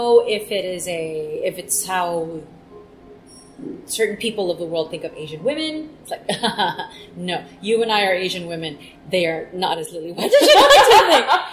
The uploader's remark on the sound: During a press conference at the Swissotel